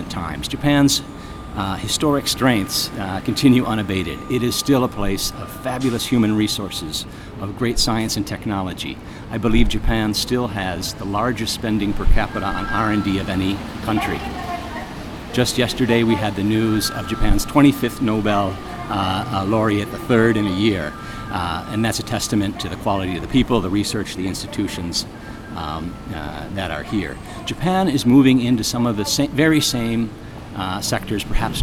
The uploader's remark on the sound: In an interview that took place outside of a Starbucks in downtown Tokyo